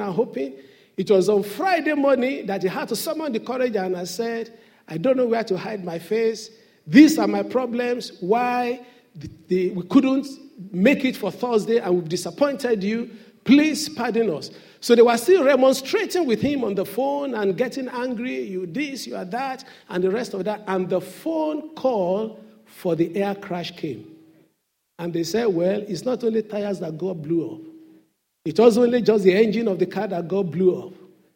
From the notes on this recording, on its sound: Sunday Service message preached by pastor. RCCG Aberdeen, UK.